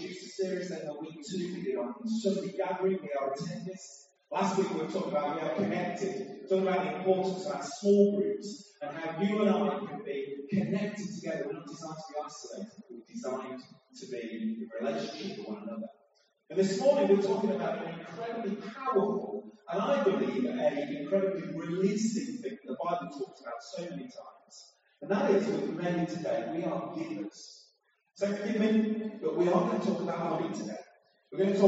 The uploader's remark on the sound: Apologies for the sound quality. Due to a technical problem we ended up using a less than ideal solution.